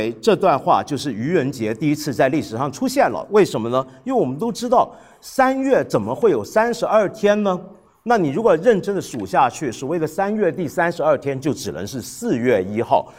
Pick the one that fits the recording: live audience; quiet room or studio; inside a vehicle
live audience